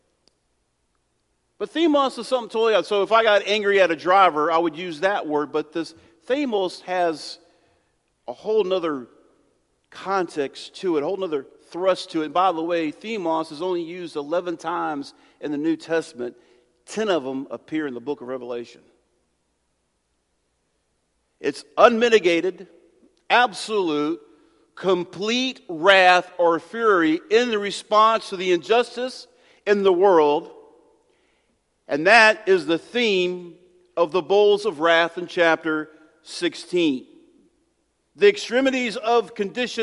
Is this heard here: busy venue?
no